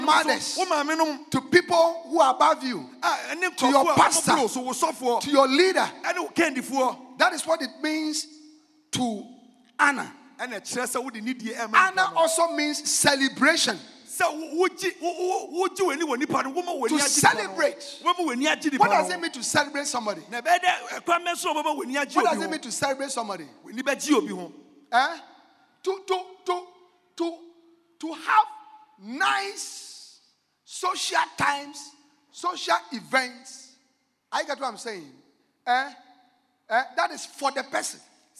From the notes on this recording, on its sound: Preached at The Jesus Encounter Service at The Life Cathedral.